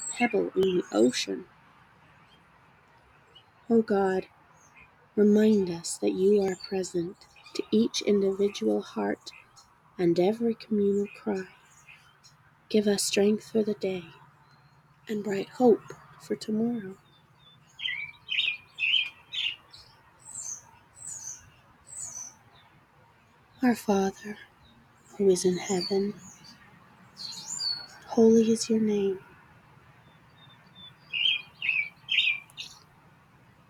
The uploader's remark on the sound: The bird sounds are provided by the chickadees, robins, and other feather friends living in my willow tree.